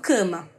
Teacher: Só que a gente nasaliza esse A, porque depois dele vem uma nasal, que é o M. Então, a gente acaba falando cama.